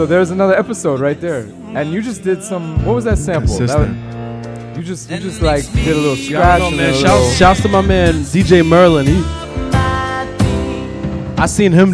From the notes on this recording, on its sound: Broadcast live on March 7, 2019 from the storefront of Kinfolk 90 in Williamsburg, Brooklyn, New York City. Broadcast live on WAXX.fm.